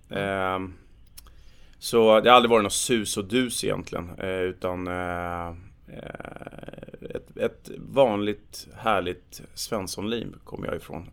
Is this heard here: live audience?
no